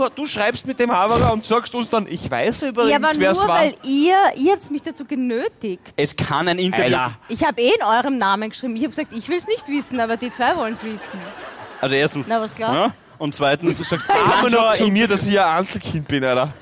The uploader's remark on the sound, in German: Hawi D'Ehre LIVE - WIEN. Aus dem Theater im Park, Wien.